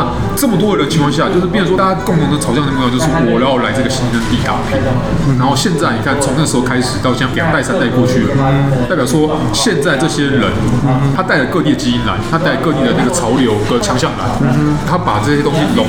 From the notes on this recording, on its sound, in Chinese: 本集白噪音指數：北風級 4/5。當各自杯中的肉桂咖啡及西西里咖啡越變越少、周遭賓客的嗓門越來越大聲、壓縮咖啡機的聲音也越來越猖狂之際。錄音地點： Maven Coworking Cafe。